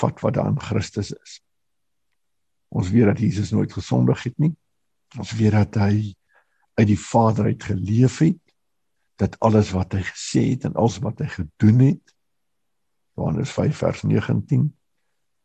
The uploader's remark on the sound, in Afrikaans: Manne van die Woord Zoom Byeenkoms 12 Mei 2022